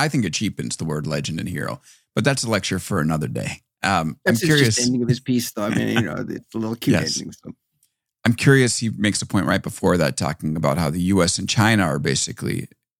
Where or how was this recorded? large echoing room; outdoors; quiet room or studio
quiet room or studio